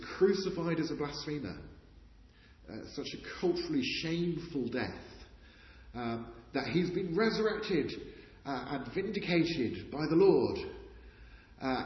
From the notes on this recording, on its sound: Interview recorded on 21st March 2019, in the chapel at Wycliffe Hall, Oxford